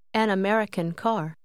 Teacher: Haben Sie bemerkt, wie die zwei Bestandteile von an American zu einem Wort verschmelzen?